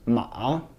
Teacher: Like we go ma, ma, and then the up motion, the rising is longer than the down motion. But there's a little sound, like a tiny, tiny break there. · Term: The check mark